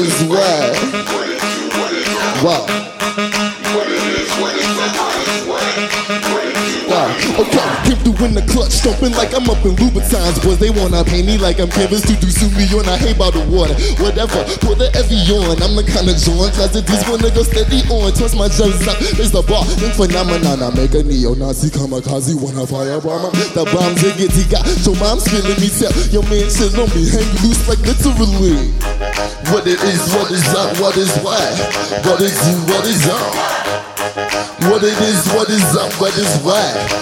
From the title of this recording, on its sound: Live from SXSW